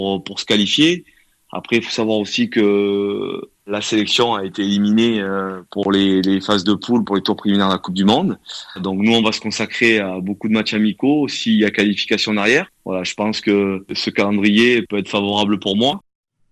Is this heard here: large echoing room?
no